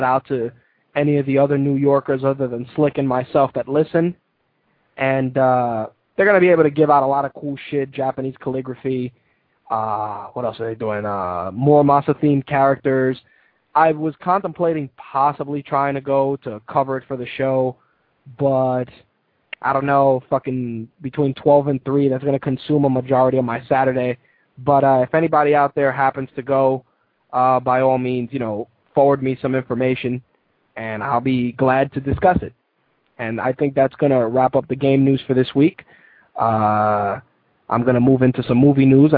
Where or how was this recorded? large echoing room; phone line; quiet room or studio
phone line